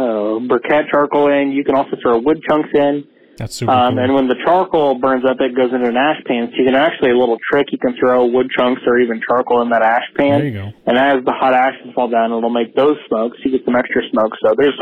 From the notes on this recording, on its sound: Call-in show. Hear from fans voicing their opinions.